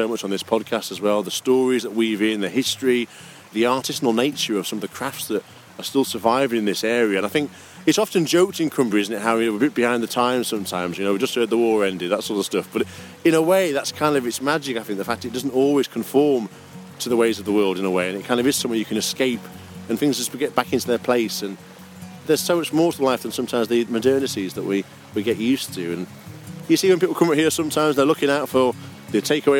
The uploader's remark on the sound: We climb one of Grasmere's low-level favourites to dine in a dell. Setting out along the old drove road from Allan Bank.